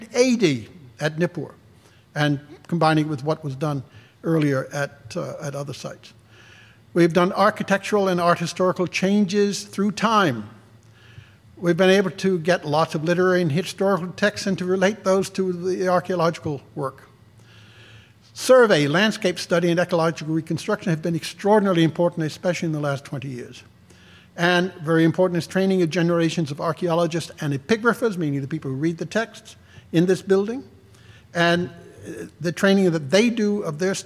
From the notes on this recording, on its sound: This lecture was live streamed. This audio recording was originally presented as an illustrated lecture.